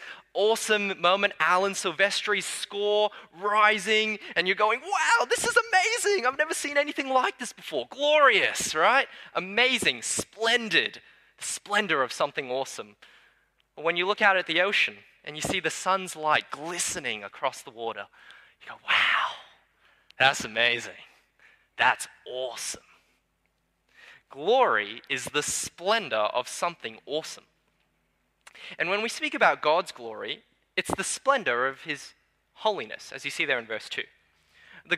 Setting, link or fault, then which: setting, large echoing room